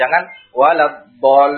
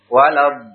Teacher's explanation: Antum baca 6 harokat dulu, baru masuk ke lamnya. · Shown in: second take · Term: mad lazim kalimi mutaqqal